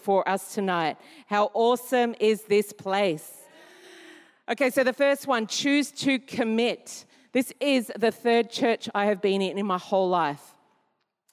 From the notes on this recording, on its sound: Recorded during our 5pm service